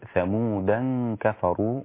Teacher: أما عند شعبة فقرأها بالتنوين، قرأها بالتنوين ألا إن ثمودا كفروا، يبقى هذه الألف عند شعبة أصبحت ألف التنوين فتصير ثمودا كفروا، والتنوين بعده حرف الكاف يبقى إخفاء مع الغنة